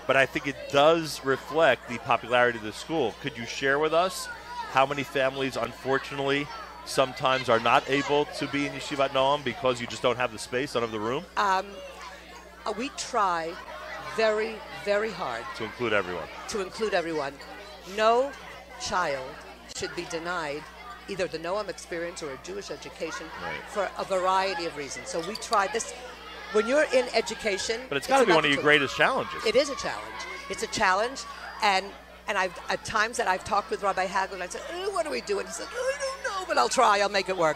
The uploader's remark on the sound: Live from Yeshivat Noam Yom Ruach.